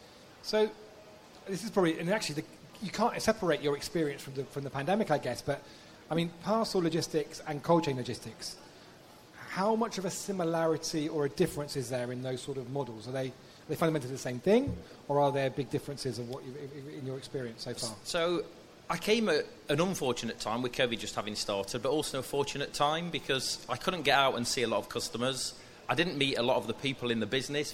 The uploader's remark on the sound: Cold Chain Podcast Live!